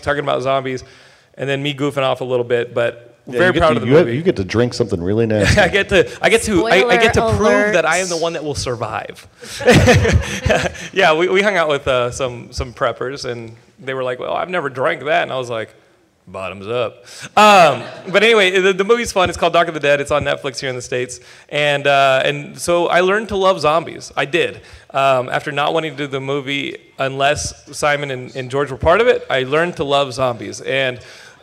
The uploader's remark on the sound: At Stan Lee's Comikaze Expo 2014! Geekscape put together a panel of horror and zombie experts.